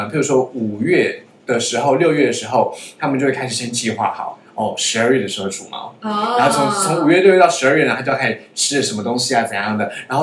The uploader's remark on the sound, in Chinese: 本集音源檔失蹤，故音質有點差